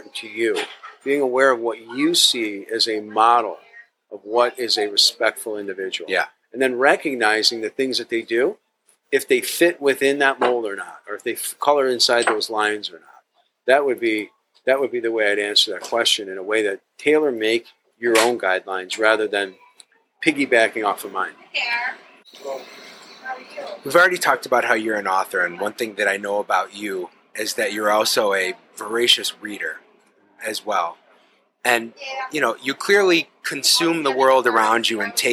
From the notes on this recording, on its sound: This episode was recorded at the delightful Stownut Donut & Diner.